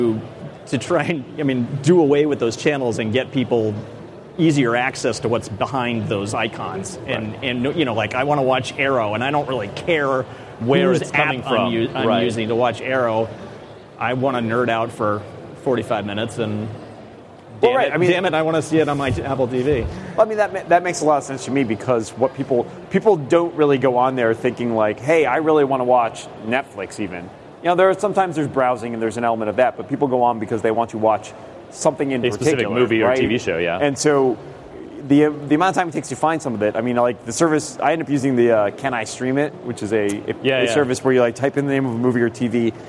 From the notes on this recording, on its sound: Recorded live on March 28, 2014 at Macworld/iWorld 2014 in San Francisco, CA.